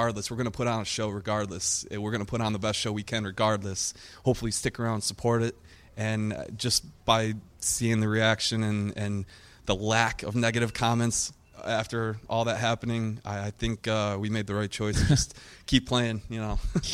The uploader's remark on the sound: Live in Downtown Los Angeles at the Fearless Records Pop-up